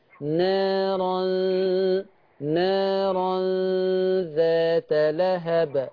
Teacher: طالما انها مرققة يبقى الغنة مرققة، ما تعليهاش قوي